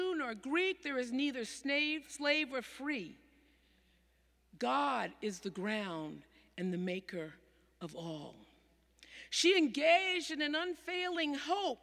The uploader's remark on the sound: Sermons from Old South Church in Boston